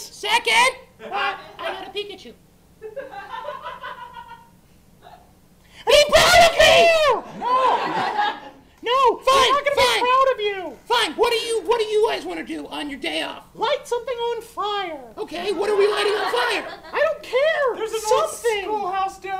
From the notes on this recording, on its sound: Live at The Kick Comedy Theater. An audience of real life people are forced to endure the boys live. Recorded at The Kick Comedy Theater in KCMO.